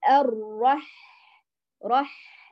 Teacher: الحرف رخو مهموس يعني فيه كمال جريان الصوت وكذلك كمال جريان النفس، كلاهما يجريان. · Term: حرف الحاء